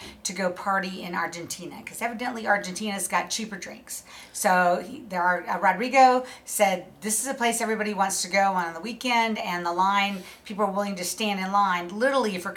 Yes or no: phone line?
no